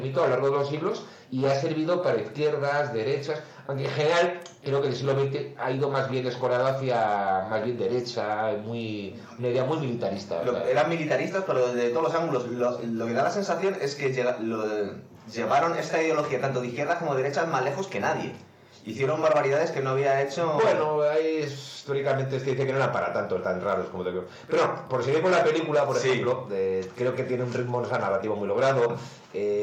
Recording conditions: poor sound quality